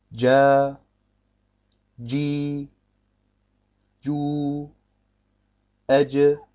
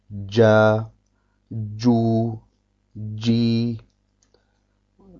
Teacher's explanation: Beim Jim muss man vorsichtig sein, dass man vorher kein Dal setzt · Shown in: first take · und zum Beispiel sagt Ja, Ju, Ji.